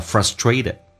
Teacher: frustrated 发着 dr,后面的 t 也发成 d